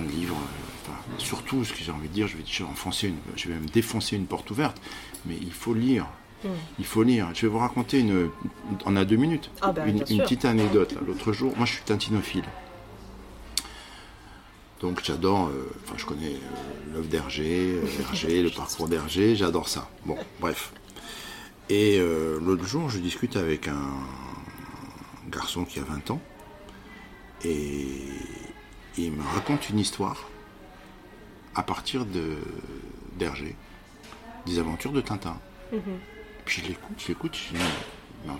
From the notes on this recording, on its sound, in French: Nous avons enregistré dans un lieu public plein de vie mais j’espère que cela ne gênera pas votre écoute.